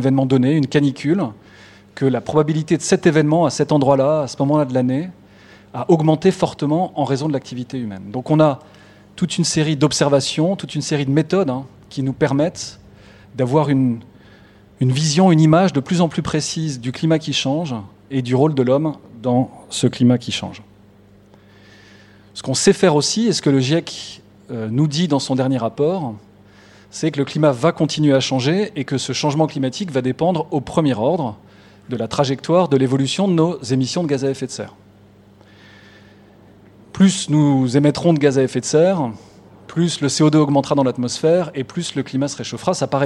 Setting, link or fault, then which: setting, large echoing room